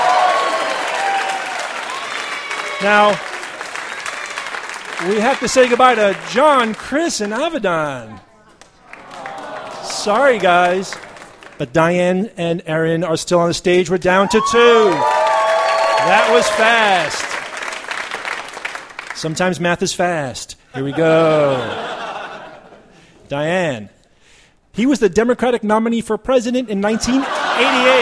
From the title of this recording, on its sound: Live From The 2013 World Science Festival